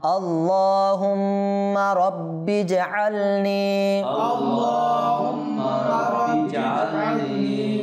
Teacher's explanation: এরপর নি ইয়ামাদ টানতে হবে